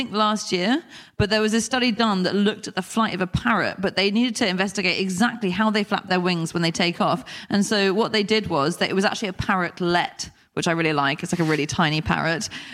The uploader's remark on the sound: Live from Glasgow